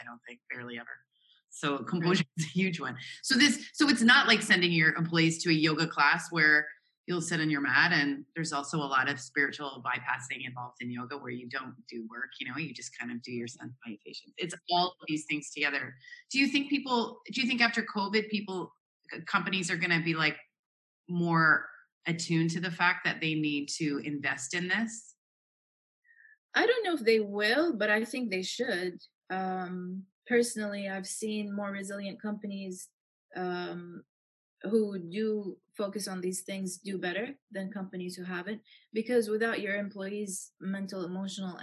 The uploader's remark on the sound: Zoom chat. Who is located in Jeddah.